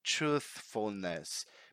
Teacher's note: Truthfulness. Because now we have the voiceless TH linked to the F letter. So, because sometimes people are trying to pronounce the voiceless TH, but they end up pronouncing F like truth.